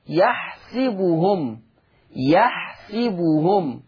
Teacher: ورش يقرأ بكسر السين، ورش يقرأ بكسر السين، فتصير يحسبهم، يحسبهم هكذا.